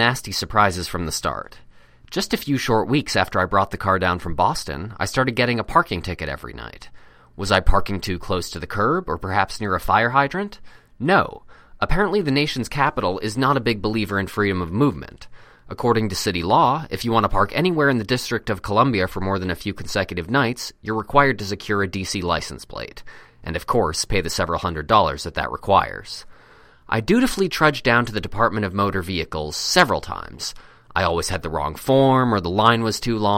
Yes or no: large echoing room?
no